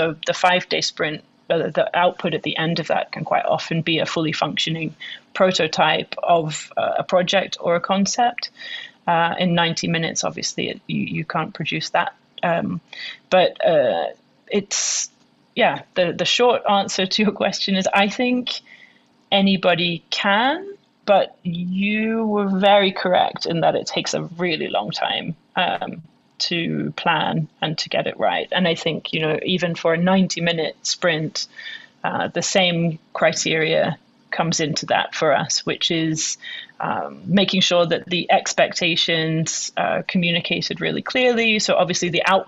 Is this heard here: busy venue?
no